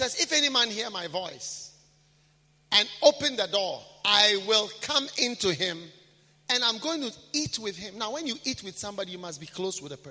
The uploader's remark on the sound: Preached at a BENMP service in London, UK on the 22nd of April 2018